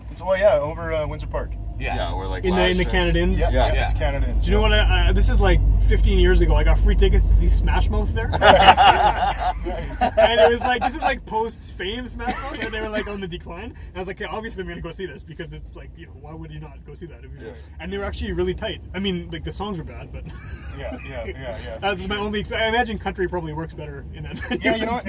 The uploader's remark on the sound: At a rehearsal with fellow made-in-Manitoba country singer. Because there were other people rehearsing in the same building, to get some quiet, we decided to record in the back of a van.